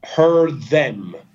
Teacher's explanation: Quindi salto la D e vado direttamente al TH.